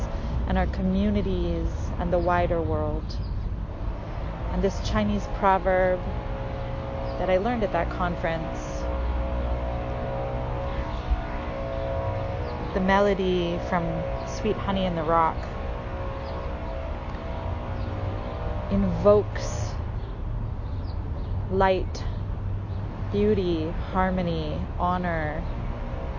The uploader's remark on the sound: The volume of the audio rises and falls because of some background noise (I recorded in a park this morning).